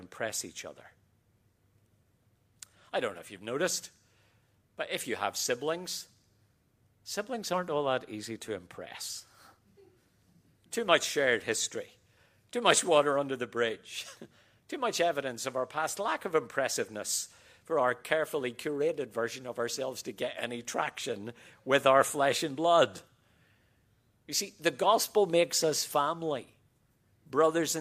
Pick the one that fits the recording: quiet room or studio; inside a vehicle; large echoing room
large echoing room